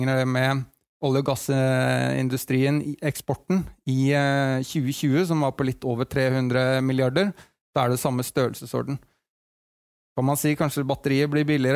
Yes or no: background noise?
no